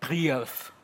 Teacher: Ein I, wie wir es heute sprechen, und ein eher dumpfes IA.